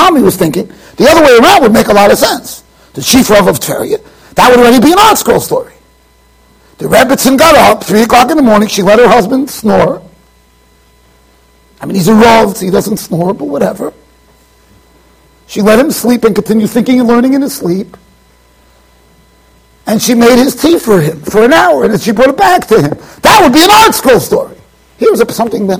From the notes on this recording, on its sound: Shiur recorded in Yeshivas Ohr Reuven, Monsey NY.